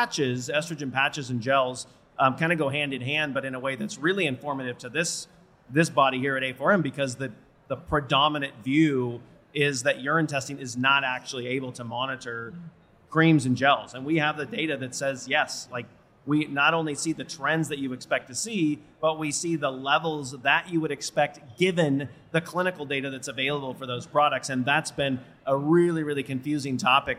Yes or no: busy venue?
yes